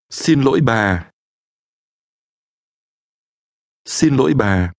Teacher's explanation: Notice that your voice falls at the end.